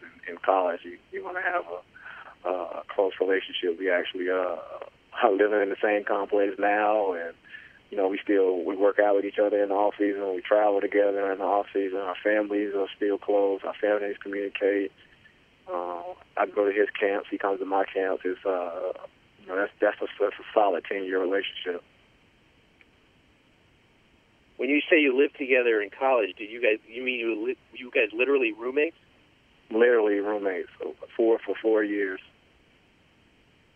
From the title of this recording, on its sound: Conference Call